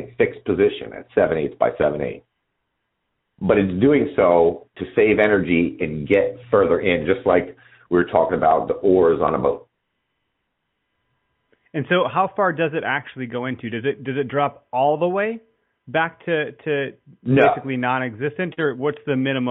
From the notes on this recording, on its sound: live listener calls